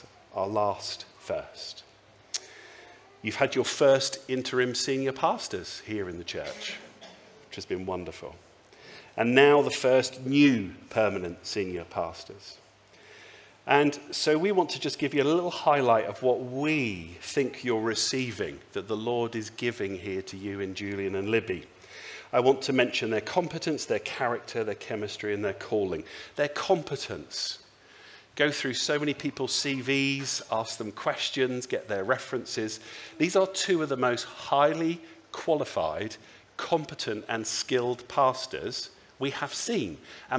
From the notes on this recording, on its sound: speaks at the Sunday Service